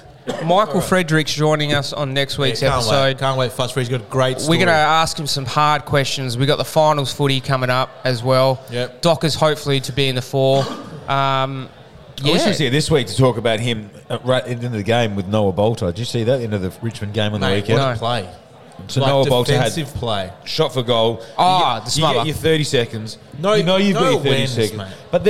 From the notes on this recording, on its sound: The boys are live from Varsity in Waterford as they tackle the "Devil Wings" Challenge. Bonus audio of the lads doing the challenge live and in a whole lot of pain!!!